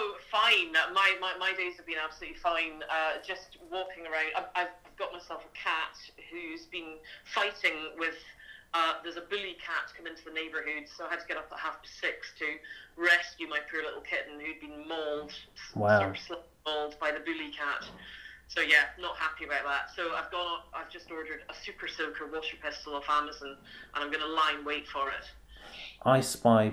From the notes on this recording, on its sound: Obviously if I was ever to do this again I would get a chair that wasn’t so f*****g squeaky and try and do something about the dog tearing about the house but it is what it is: one microphone, a phone on speakerphone and me pressing pause.